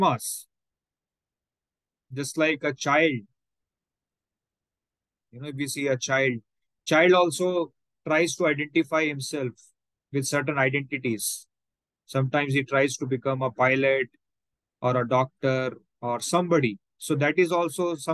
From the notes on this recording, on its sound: Zoom online recorded class